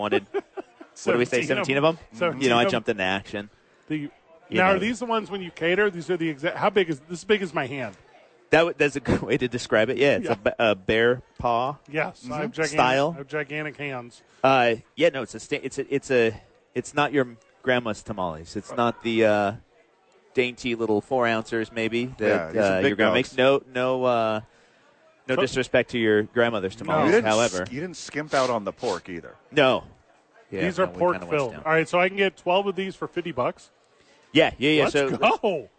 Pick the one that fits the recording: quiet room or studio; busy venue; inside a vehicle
busy venue